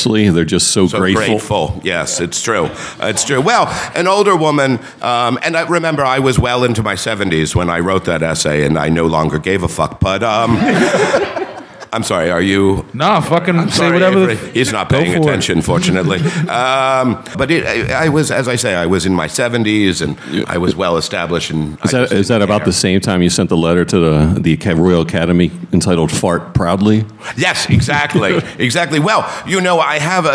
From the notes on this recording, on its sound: As part of the Philadelphia Podcast Festival. At the National Liberty Museum for our first-ever recording in front of a live audience.